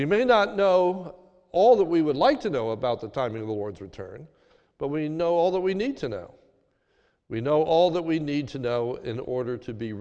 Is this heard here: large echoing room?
yes